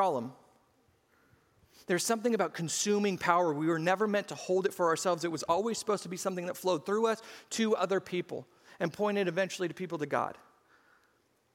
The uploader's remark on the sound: SCG Church Service